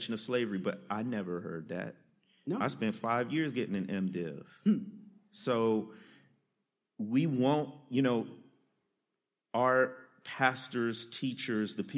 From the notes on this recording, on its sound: Live From Dallas. Live from Lifepoint Church in Dallas! Record in front of a live audience at the second stop of PTM Live Tour.